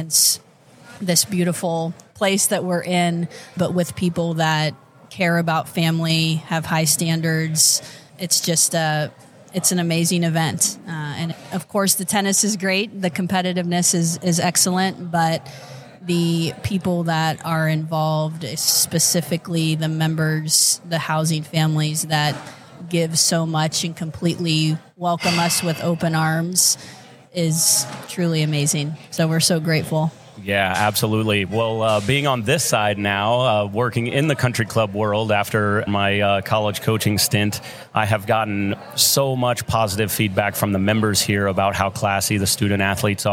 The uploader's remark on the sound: Live at the Collegiate Open. As we gear up for the FGCU Collegiate Open event.